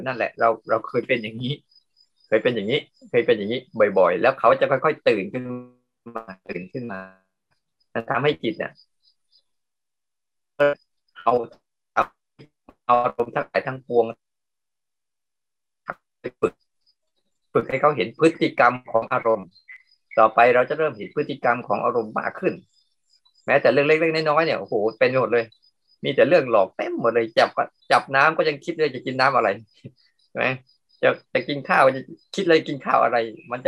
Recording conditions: video call